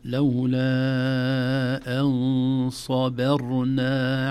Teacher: لولا أن صبرنا لا نقول صبرنا. الباء أيضا عرضة لأن تفخم لأن واقع بين مفخمين بين صاد قبلها وراء ساكنة بعدها